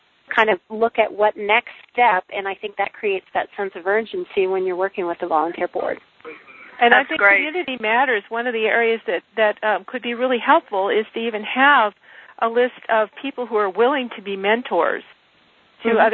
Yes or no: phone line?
yes